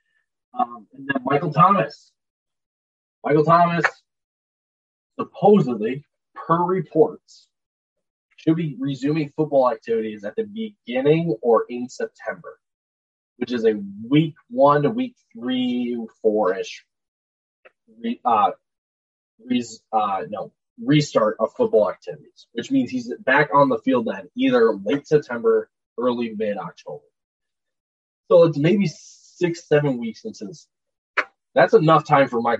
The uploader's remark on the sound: We recognize the audio quality of this video is substantially lower than normal.